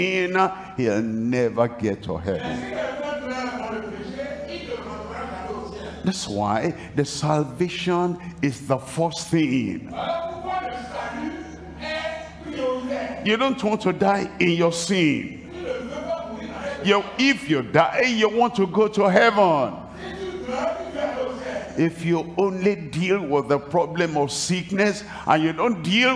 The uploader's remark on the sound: live from Lomé, Togo.